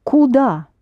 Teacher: Куда, accented on the а